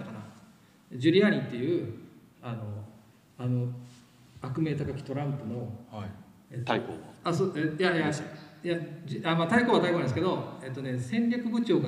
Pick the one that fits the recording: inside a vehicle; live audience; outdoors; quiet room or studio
live audience